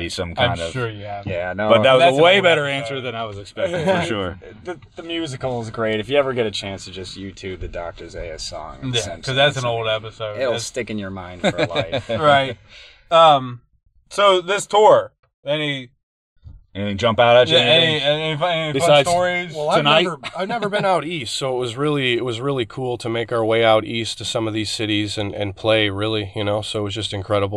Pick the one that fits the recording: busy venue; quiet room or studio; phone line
busy venue